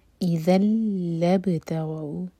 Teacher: ذال کی تنوین کے بعد ہے لام تو ادغام بغیر غنہ کے نون کی آواز بالکل نہیں آئے گی